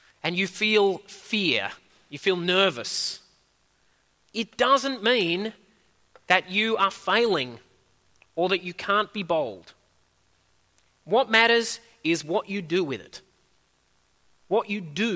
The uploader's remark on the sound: At a Church in the Graveyard service